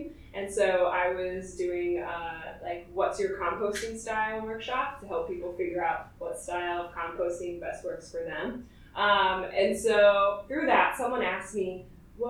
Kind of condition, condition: fault, poor sound quality